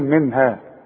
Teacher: نون ساكنة ما انت خلاص خدت حكم النون الساكنة والتنوين نون بعدها ه والهه من حروف الإظهار يبقى مش هغن